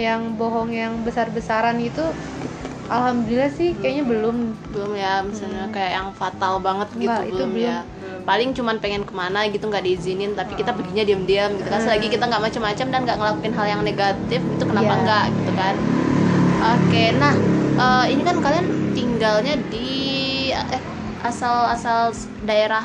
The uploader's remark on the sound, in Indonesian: mohon maaf suara bising karena resiko rumah dipinggir jalan + lagi ada yg renovasi rumah